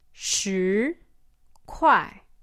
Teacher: 10 has this kind of rising, you know, second tone. 十块 goes down fourth tone.